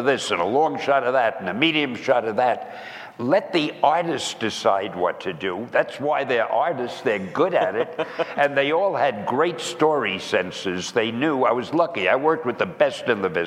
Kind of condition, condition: setting, live audience